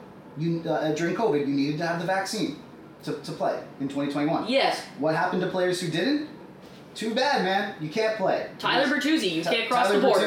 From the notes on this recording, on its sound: Apologies for the bad audio on this episode, we had some hiccups with the new microphones